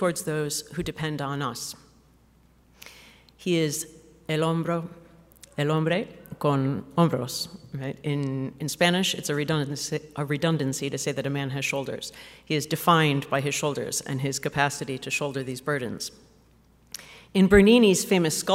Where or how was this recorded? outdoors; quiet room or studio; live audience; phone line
live audience